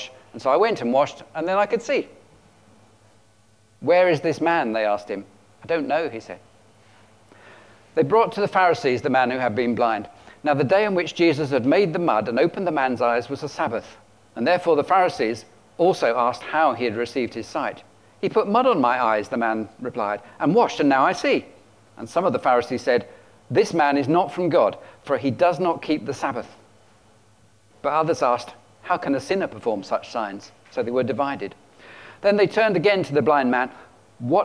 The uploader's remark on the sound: at King's Church, Cockermouth, as an audio file